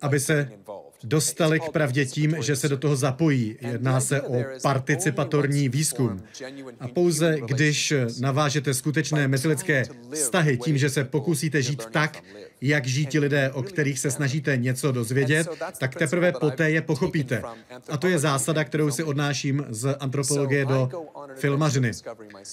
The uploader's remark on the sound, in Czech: Rozhovor s oběma jsme natočili na festivalu AFO v Olomouci.